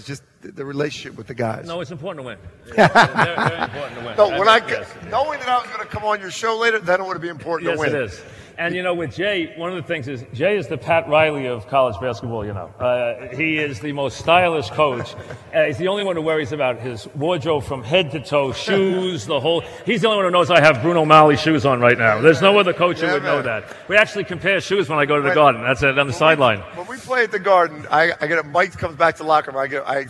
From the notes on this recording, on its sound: Live at the Tilles Center